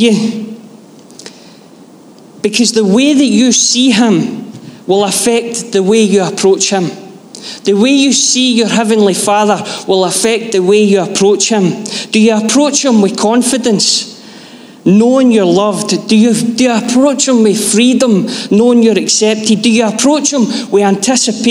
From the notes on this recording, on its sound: Live from our Sunday gathering on 18/06/23